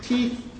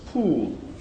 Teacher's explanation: The second word always contains a rounded vowel, where the lips are rounded. And this has an influence on the preceding consonant. · Shown in: second take · This is called labialization.